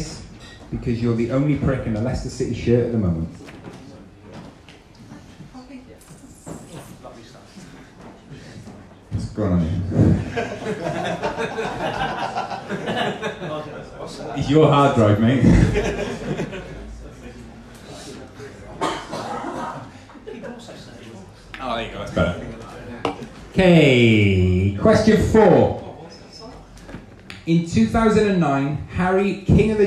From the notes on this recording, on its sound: Live at Little Man Coffee. Our 4th live show of the year and our third football quiz in aid of The Wallich from Little Man Coffee in Cardiff.